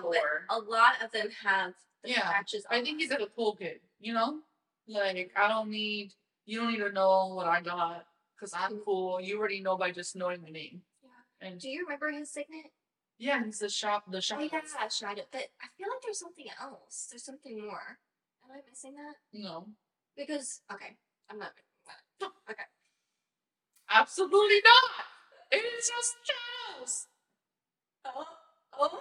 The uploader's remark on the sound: I just want to apologize for this episodes, audio quality. It was not how I anticipated it to sound. To be completely honest, I am still learning how to work these wireless mics. I think we’re gonna have to go back to the original mics because the sound quality is much better.